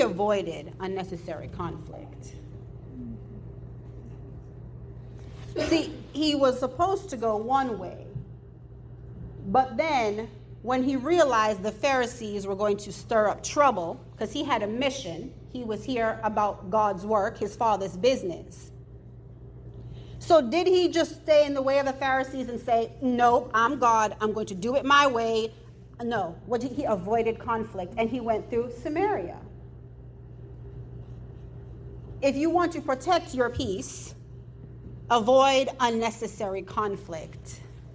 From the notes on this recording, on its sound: In today's episode I am sharing another excerpt from the Women's conference where I spoke at my local Christian Church Women's group.